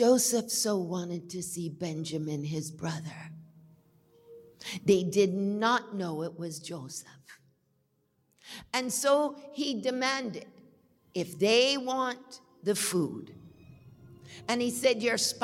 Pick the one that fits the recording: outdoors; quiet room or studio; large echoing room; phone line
large echoing room